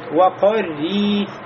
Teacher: ро у нас в этом слове будет мурокка, тонким звуком